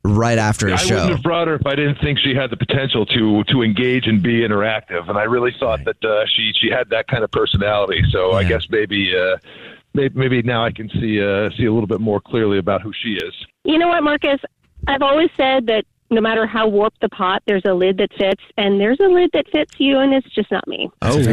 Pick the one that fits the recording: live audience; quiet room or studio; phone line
phone line